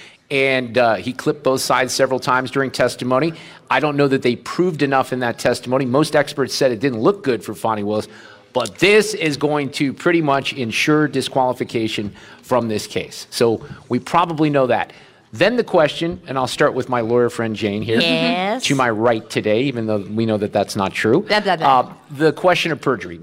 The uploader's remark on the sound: Live from the Knights of Columbus at St. Joseph's Pezold Banquet Center in Cottleville with a live Roundtable.